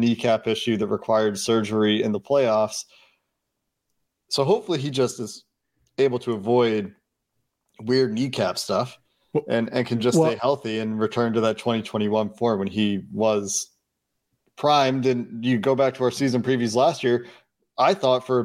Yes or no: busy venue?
no